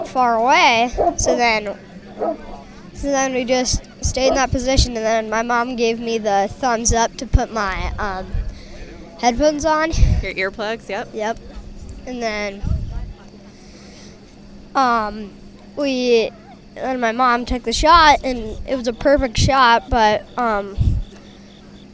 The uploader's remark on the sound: live from the 2022 BHA Rendezvous